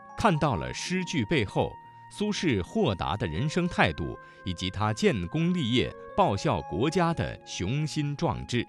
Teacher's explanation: 声母是翘舌音的字有诗句的诗、苏轼的轼、人生的生、雄心壮志的壮志二字